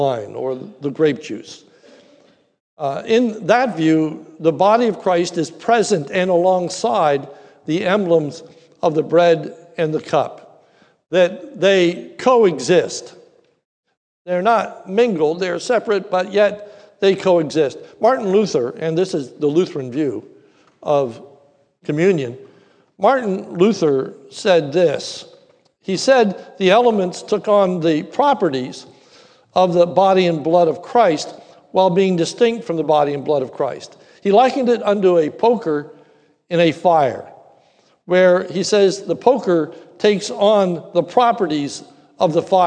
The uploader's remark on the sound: This is a sermon recorded at the Lebanon Bible Fellowship Church in Lebanon, PA during the morning service. Was preached during our celebration of Communion.